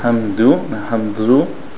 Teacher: try to avoid any air on the dal.